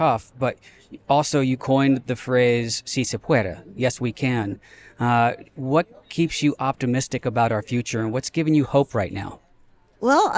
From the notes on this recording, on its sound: take you live from the field at last weekend’s canvass and rally